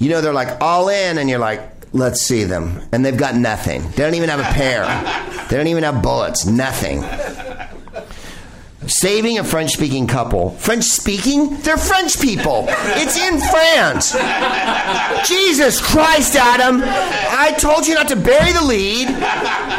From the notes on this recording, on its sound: Live from Bar Lubitsch.